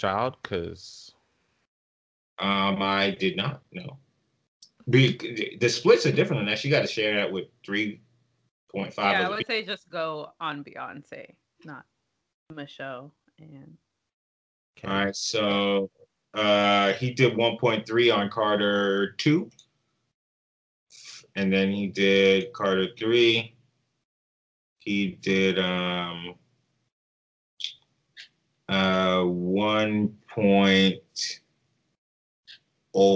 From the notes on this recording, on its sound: Another ZOOM/SKYPE episode.